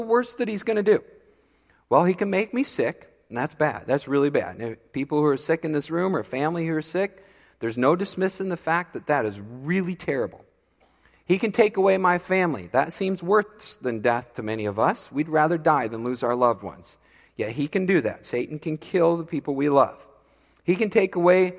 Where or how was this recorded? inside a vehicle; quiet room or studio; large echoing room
large echoing room